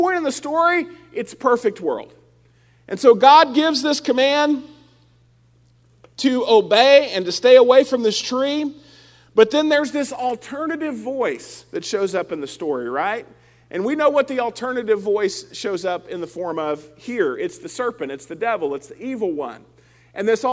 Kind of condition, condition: setting, large echoing room